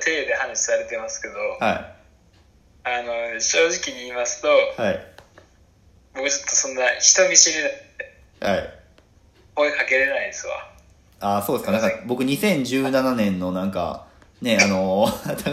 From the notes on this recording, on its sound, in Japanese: 2人組。リモート収録。